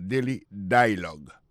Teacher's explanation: Alors, accent tombé sous premier syllabe là.